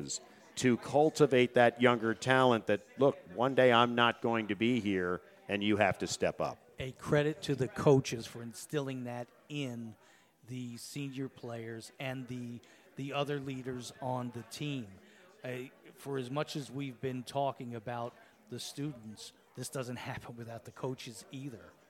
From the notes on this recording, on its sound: Live from the deck at The New Bertie's Inn